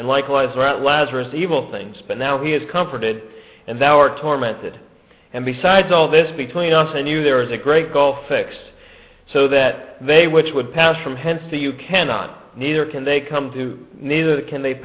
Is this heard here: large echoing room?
yes